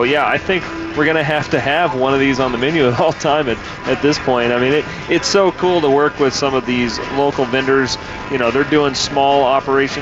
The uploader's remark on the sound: Live from Bruz Beers one year anniversary party! Live music, Park Burger, and much more!